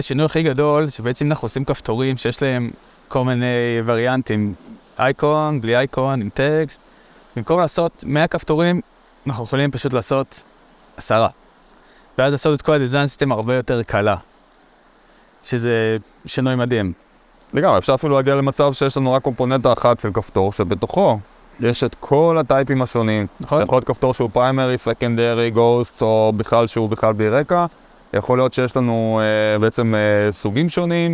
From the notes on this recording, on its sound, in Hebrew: להקלטה מיוחדת ישר מחוף הים